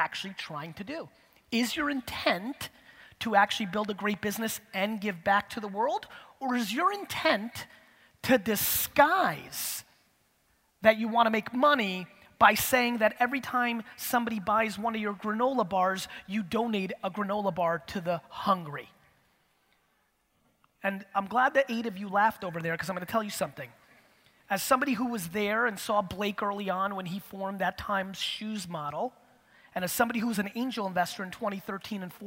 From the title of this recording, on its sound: A Keynote: Real Talk Summit, Vancouver 2017